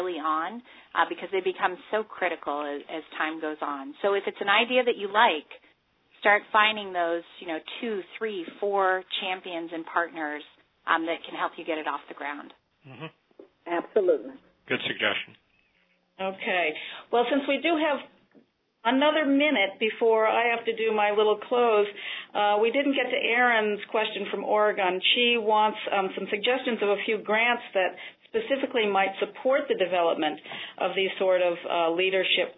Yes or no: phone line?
yes